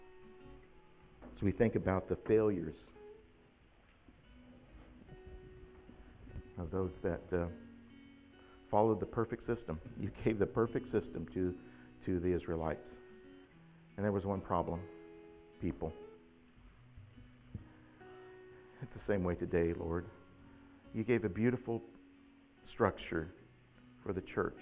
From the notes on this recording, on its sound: October 17th, 2021 at The Well, an Acts 29 and Converge Heartland Church in Hastings, NE